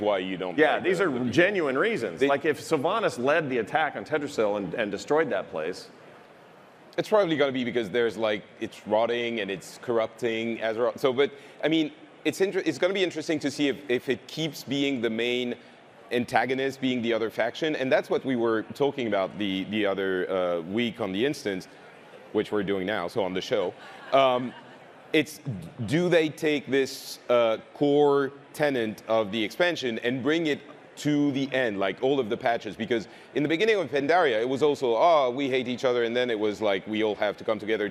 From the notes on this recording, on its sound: Our live panel from the Blizzcon Epic Stage!